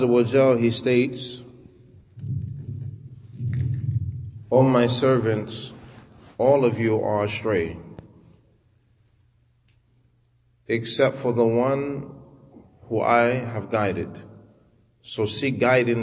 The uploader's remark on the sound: Talk after Fajr given at Masjid Nur Allah, Queens, NY